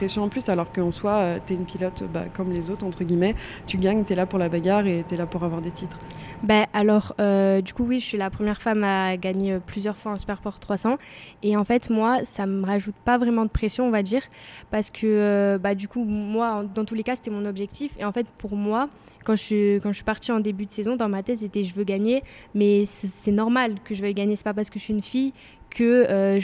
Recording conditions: busy venue